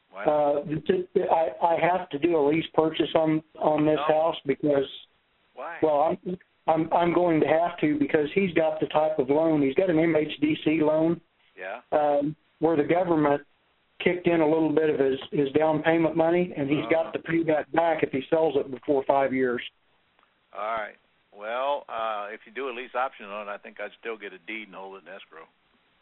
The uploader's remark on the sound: Q&A Call.